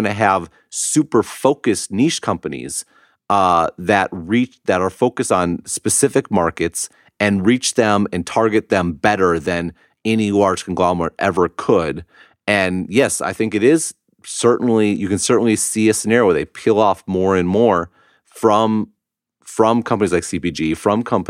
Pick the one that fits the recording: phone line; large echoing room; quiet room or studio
quiet room or studio